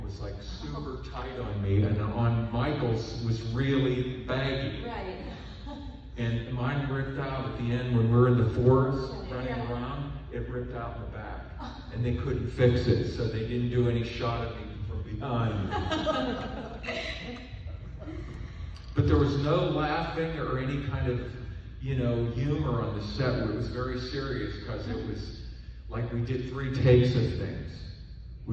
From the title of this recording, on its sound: panel, Days of the Dead Indy - July 18, 2021